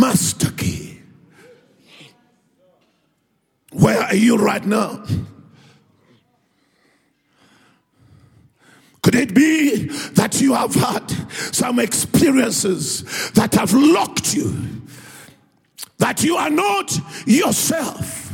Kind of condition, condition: setting, live audience